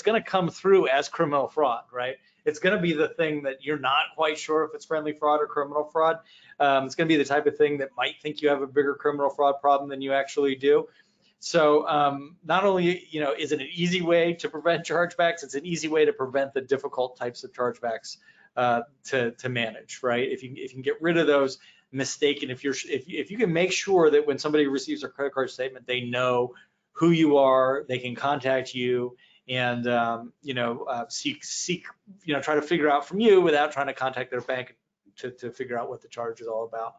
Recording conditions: video call